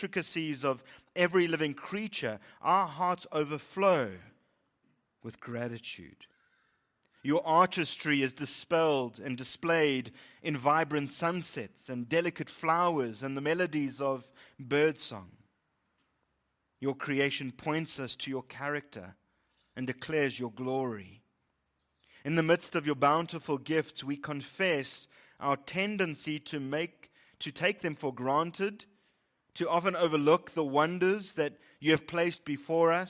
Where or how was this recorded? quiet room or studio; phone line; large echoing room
large echoing room